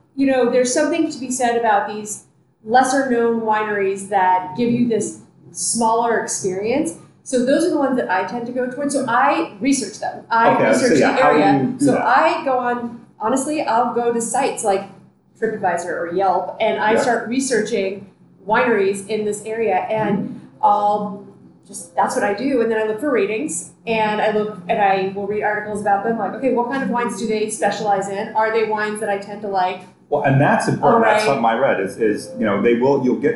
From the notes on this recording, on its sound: Recorded at Wrights Station Winery. Recording onsite at Wrights Station winery in the Santa Cruz mountains.